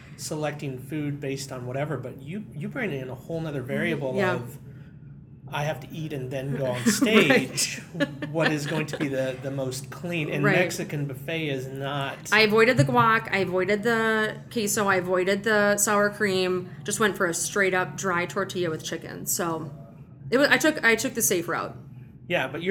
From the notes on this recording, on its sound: Was the lunchtime keynote speaker at this year’s OnBrand Conference in Omaha, Nebraska. Recorded from the event on July 13, just after the taco bar had been put away and all of the churros had been consumed.